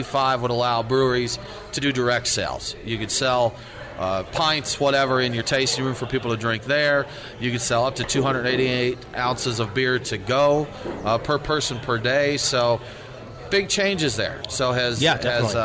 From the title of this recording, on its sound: Live from TopGolf